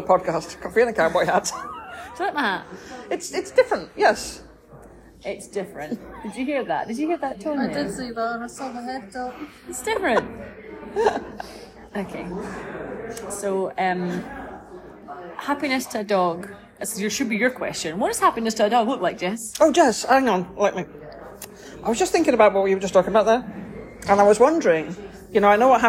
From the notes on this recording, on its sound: This is recorded on a snazzy new microphone in Tim Hortons.